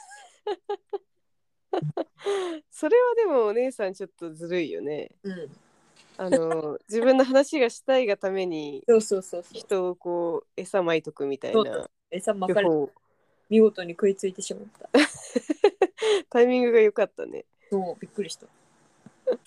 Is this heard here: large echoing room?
no